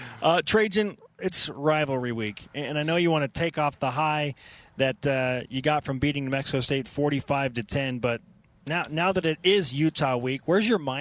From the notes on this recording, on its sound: BYUSN kicks things off live from Deseret First Credit Union